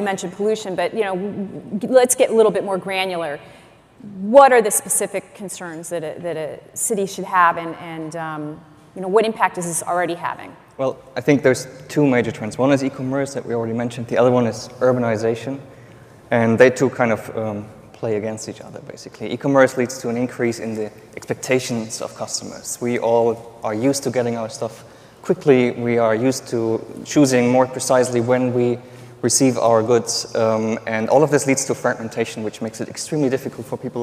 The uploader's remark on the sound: The best of live interviews from GreenBiz events.